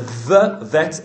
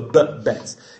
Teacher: A dagesh kal is what you are used to that makes a v vet into a b bet. It makes the sound a plosive sound. · Shown in: second take